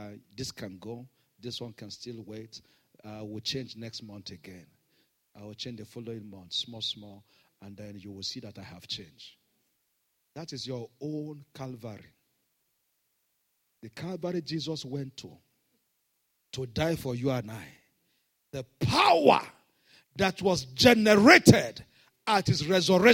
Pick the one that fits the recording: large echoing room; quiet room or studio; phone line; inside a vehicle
large echoing room